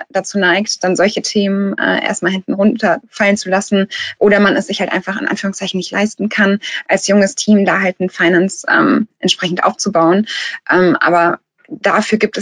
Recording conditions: video call